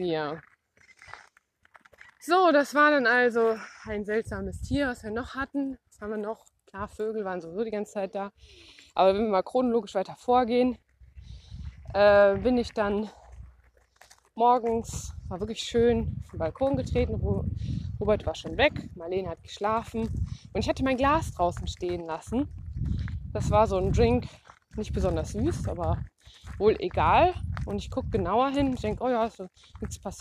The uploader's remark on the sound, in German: Eine Folge live aus dem Grampians National Park, VIC